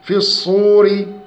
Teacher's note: الصور تفخيم الصاد لأنها مضمومة